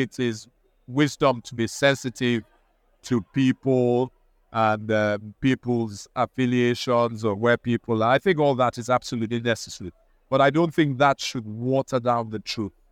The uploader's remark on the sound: Recorded at the Alliance for Responsible Citizenship (ARC)